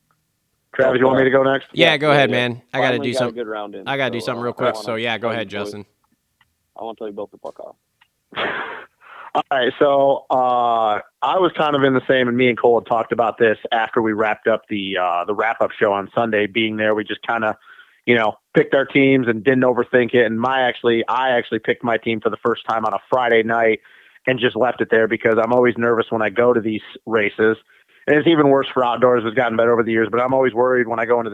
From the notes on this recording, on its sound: get on the phone